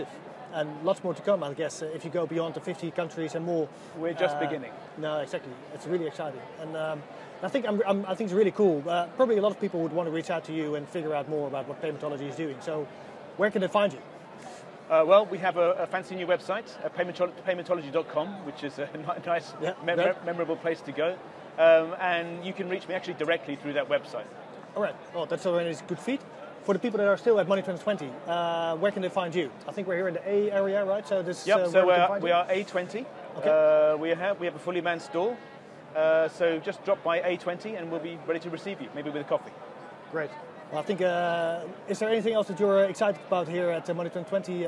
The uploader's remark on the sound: The first episode of our Live Coverage at Money2020 Europe just dropped.